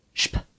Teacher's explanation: SP at the beginning of a word is pronounced as if it were written SHP.